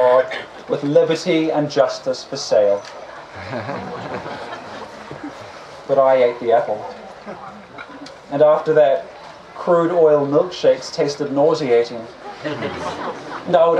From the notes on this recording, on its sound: On the Open Stage at Confest. The audience responds with surprise and delight.